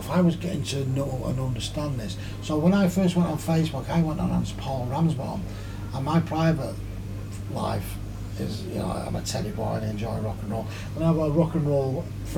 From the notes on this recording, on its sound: This time I ended up in Manchester. Recorded in the pub he owns next door. I apologize for the quality of the audio but this as well is the beauty of being on the road, sometimes you end recording in an English pub.